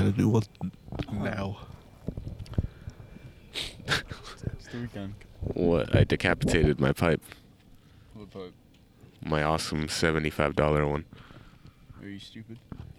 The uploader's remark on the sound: some shit audio cuz we did the pod outside